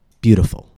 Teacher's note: First, let's find the main stress. Stress is on the first syllable, bu. The T comes after the vowel sound oo, and before the unstressed vowel, I.